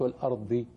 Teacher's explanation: رق الهمزه ونفخم الضاد والارض، ما تقولش والارض.